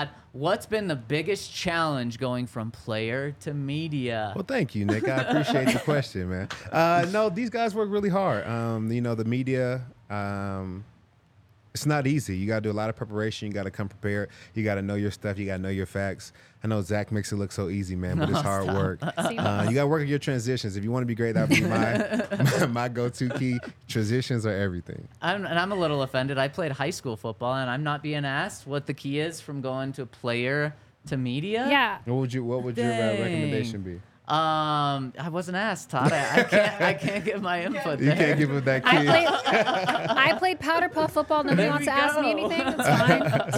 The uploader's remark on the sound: coming to you LIVE from the DNVR Bar